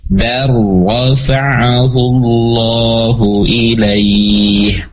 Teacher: Nah, ketika masuk ke ro baru tebal. · Term: ro tafkhim